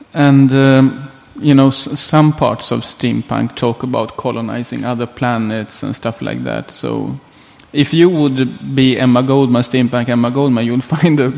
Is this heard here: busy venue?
yes